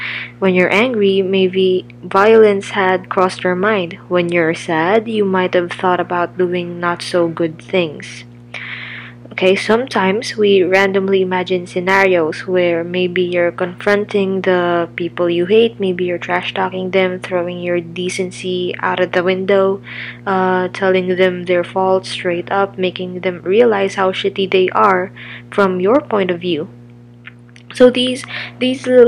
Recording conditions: background noise